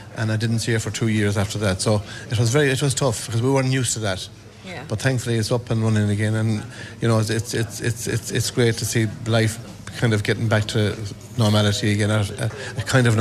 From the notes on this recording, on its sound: A special edition of North West Today, live from Ireland West Airport Knock, to welcome visitors home for Christmas. As the flights from London-Stansted and Liverpool arrive.